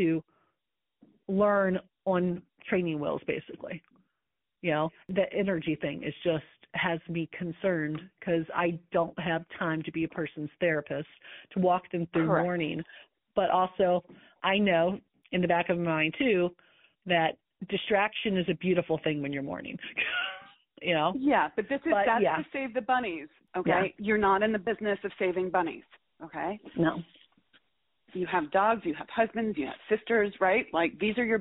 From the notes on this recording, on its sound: Listen to this call as I walk my client through this situation. All of these coaching calls have been recorded with permission, and the sound quality may vary.